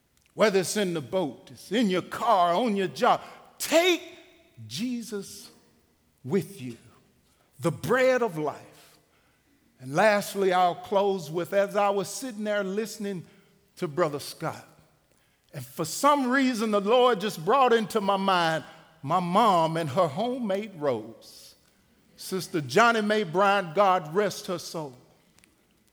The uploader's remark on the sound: Recorded live at The Fellowship at Two Rivers.